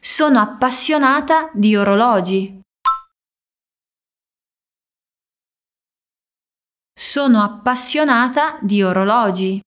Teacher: Aqui a gente tem as duplas consoantes no P de appassionata.